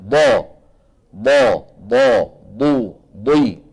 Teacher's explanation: الضاد كما ذكر ائمتنا من حافة اللسان اليمنى أو اليسرى أو منهما معا مع ما يحاذيه من الجدار الداخلي أو الصفحة الداخلية للأضراس العليا